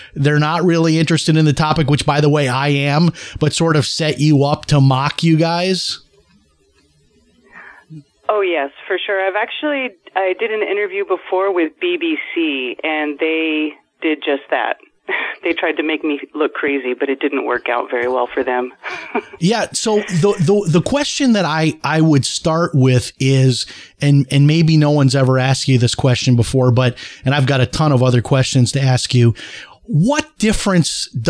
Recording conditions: phone line